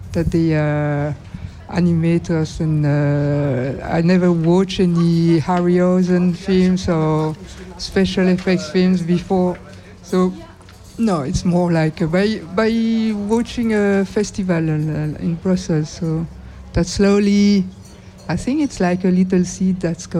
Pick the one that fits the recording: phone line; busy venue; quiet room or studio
busy venue